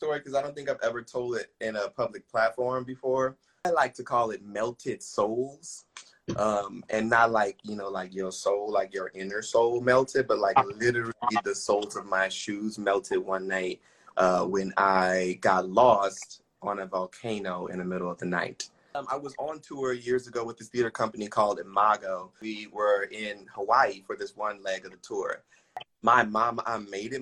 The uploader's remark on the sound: Live on Instagram